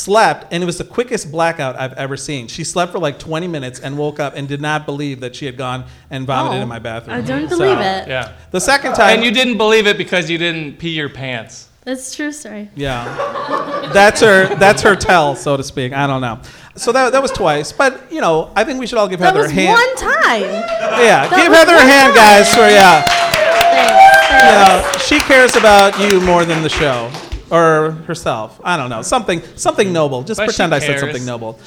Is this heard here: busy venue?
yes